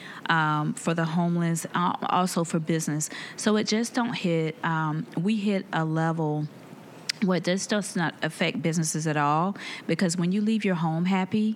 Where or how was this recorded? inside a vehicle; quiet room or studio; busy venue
busy venue